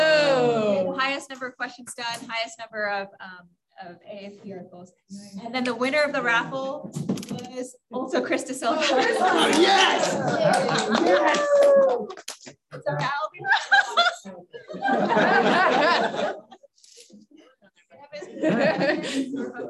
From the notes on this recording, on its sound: begin at 13 minutes as there was some technical difficulty